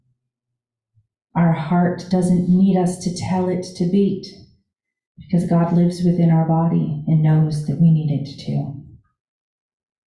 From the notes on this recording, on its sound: This Sunday Live In Our Sanctuary.